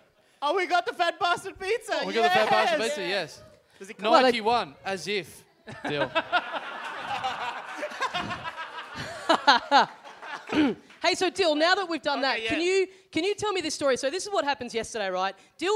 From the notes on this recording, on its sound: Recorded LIVE at The Velvet Lounge in Perth on October 18, 2015.